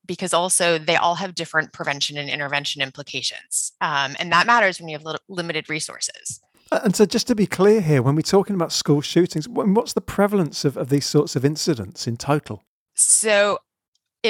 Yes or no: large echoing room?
no